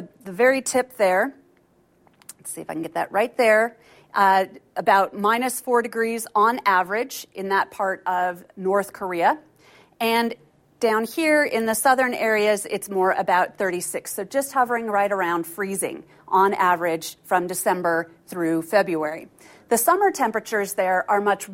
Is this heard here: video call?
no